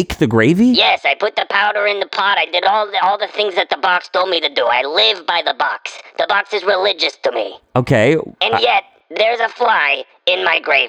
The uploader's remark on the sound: A few confused on-air callers dialing.